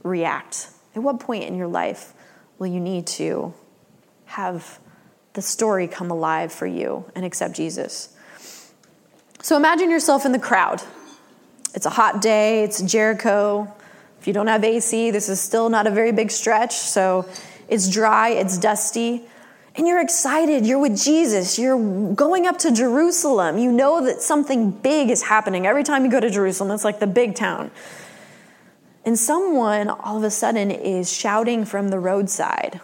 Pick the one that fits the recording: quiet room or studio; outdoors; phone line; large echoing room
large echoing room